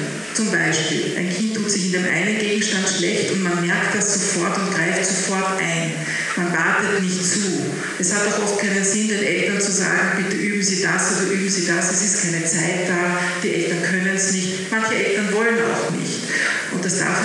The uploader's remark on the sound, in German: Talking Red Live: Bildungsgipfel. Bitte entschuldigt die nicht ganz optimale Tonqualität unserer Live-Aufzeichnung.